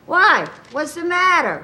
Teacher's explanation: It's tonally much, much higher than where I speak, but it's much raspier. And it has that slight gravel to it. · Term: the Lucy voice